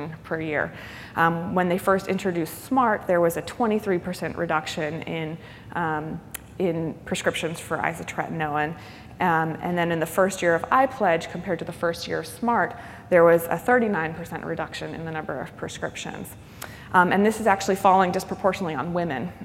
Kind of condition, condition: setting, large echoing room